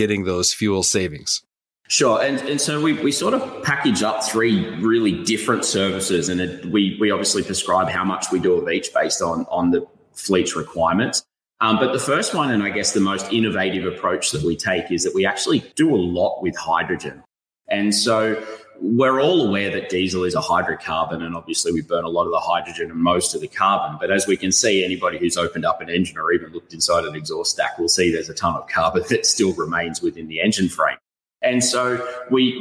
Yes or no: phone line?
no